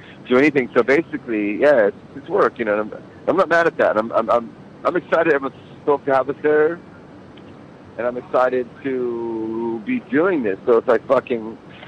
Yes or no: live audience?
no